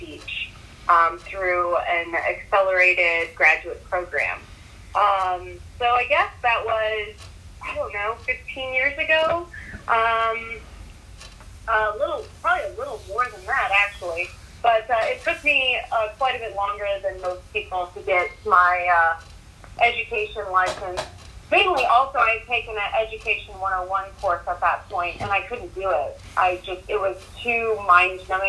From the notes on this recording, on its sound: This is a phone interview. A mic connection issue.